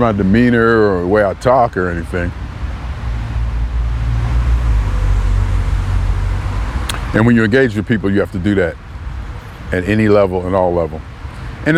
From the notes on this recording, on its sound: Me Walking Talking June 25, 2021: doing it in New Haven, CT